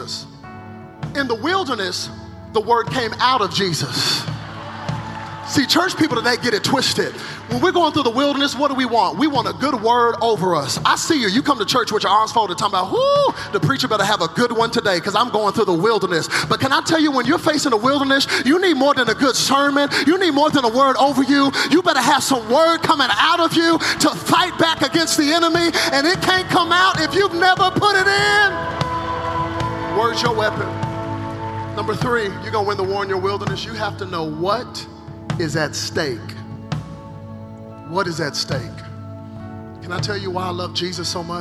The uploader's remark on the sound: From the 2017 Zoe Conference